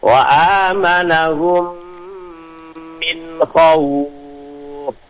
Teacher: makhrajnya kan ada di bibir bawah dengan gigi atas, ya. Tapi anginnya lembut, jadi suaranya jangan sampai seperti P, tapi F.